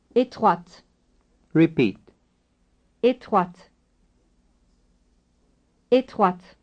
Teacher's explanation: You pronounce étroite with the T released.